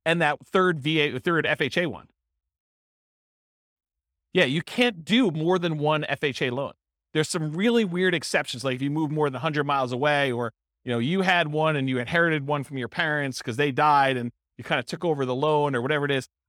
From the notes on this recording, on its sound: This was a live class recorded